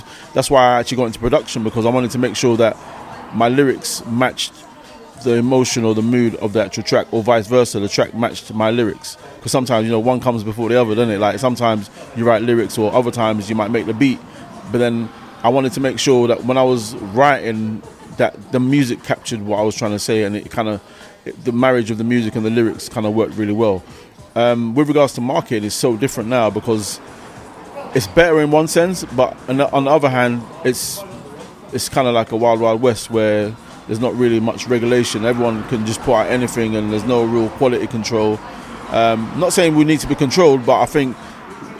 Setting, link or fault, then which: setting, busy venue